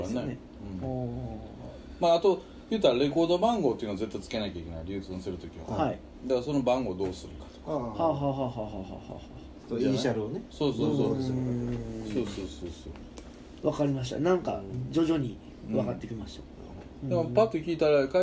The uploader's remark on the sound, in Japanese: 神戸、SPACE DOG!RECORD(お店)より。